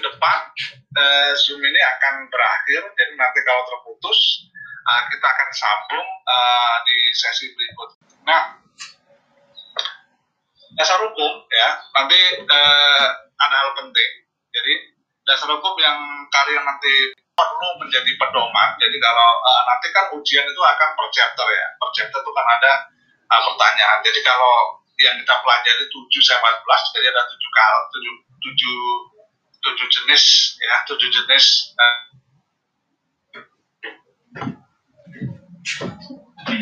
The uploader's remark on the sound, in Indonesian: MAAF KALO BERISIK, LAGI MAKAN RENDANG.